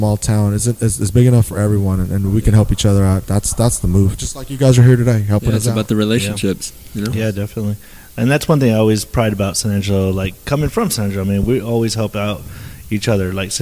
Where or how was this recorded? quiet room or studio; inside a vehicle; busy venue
busy venue